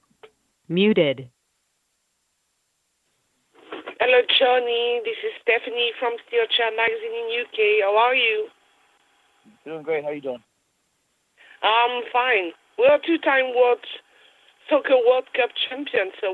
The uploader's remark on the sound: This is the full audio from the July 17, 2018 Impact Media Call.